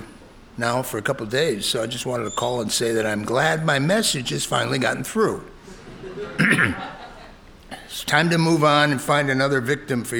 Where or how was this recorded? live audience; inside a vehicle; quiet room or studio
live audience